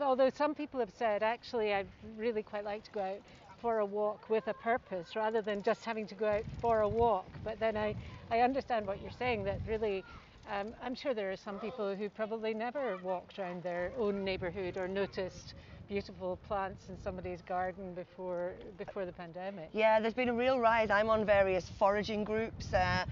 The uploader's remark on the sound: We met her on Portobello Prom where there is a photography exhibition staged. It is called Human Nature and shows a range of work taking you on a photo journey round the world to see how humans connect with nature.